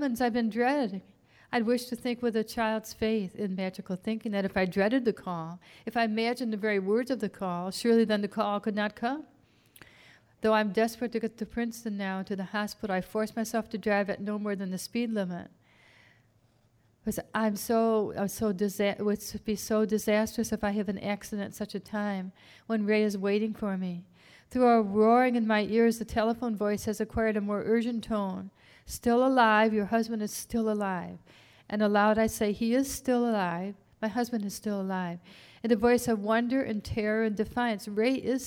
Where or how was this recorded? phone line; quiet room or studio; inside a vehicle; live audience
live audience